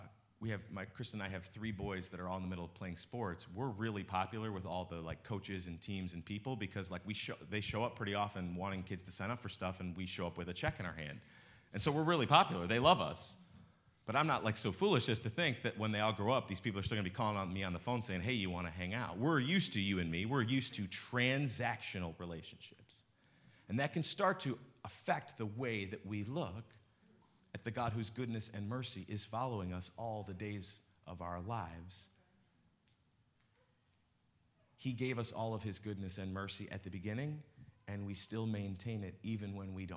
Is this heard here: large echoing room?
yes